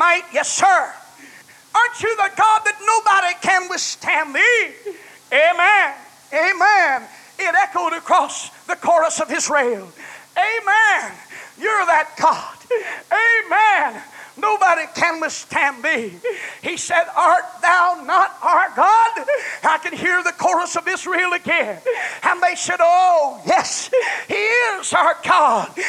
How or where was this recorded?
large echoing room